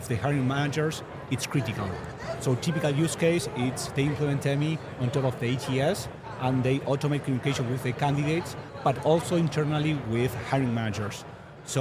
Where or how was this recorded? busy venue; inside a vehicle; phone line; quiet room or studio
busy venue